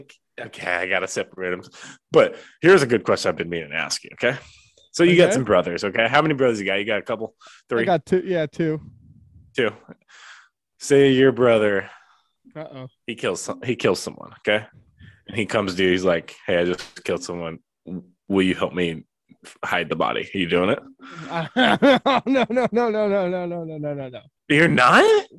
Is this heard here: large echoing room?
no